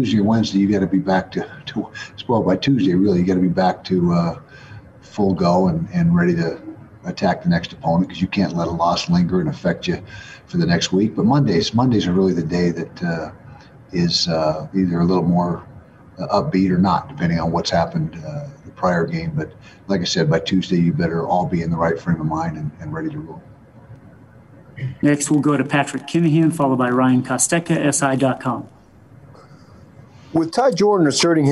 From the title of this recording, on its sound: Weekly Press Conference